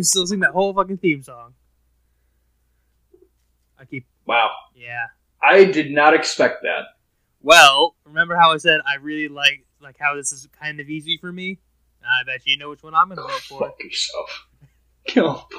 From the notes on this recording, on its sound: Which we do apologize for a shakier audio today. Were having some tech issues with the episode.